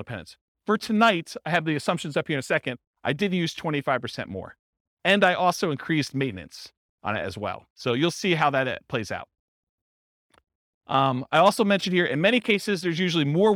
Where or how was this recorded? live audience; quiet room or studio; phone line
live audience